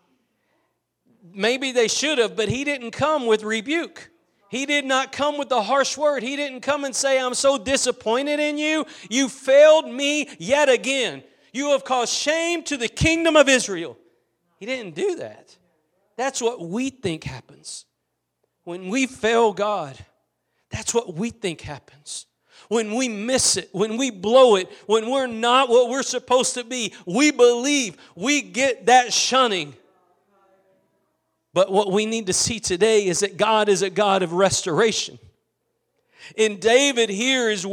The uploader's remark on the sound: Preached at Gospel Lighthouse in Bossier City, La.